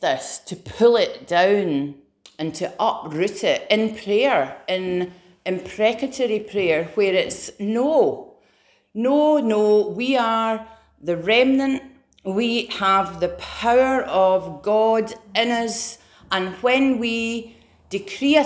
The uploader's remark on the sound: Preached at Remnant Army Rising